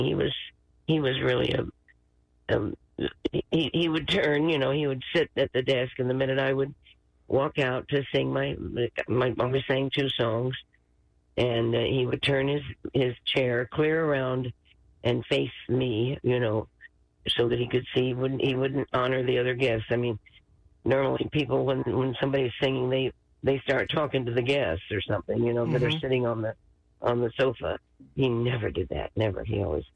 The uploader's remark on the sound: called in to the show